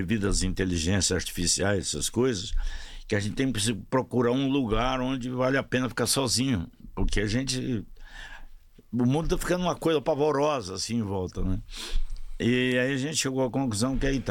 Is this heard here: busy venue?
no